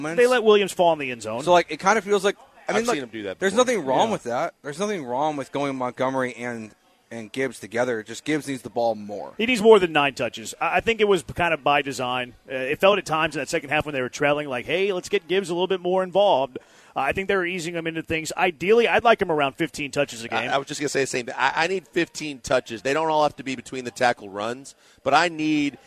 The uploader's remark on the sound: LIVE from East River 9 in East Downtown!